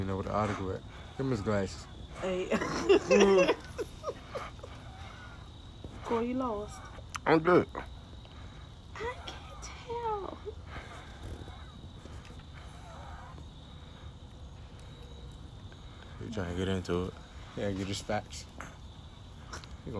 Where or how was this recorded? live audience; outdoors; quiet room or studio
outdoors